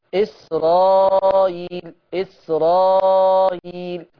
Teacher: خلي بالك إسرائيل الهمزة بتسهل